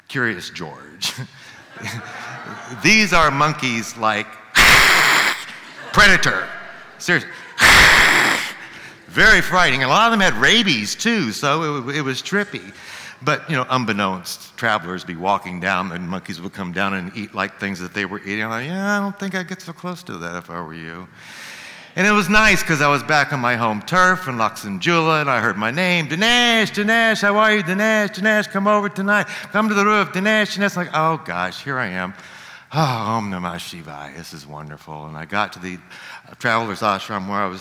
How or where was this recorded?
live audience